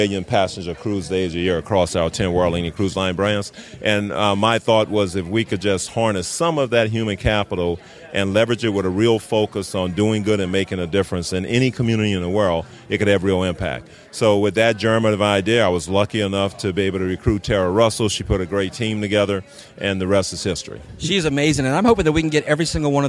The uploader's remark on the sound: Live from Fathom Impact Cruise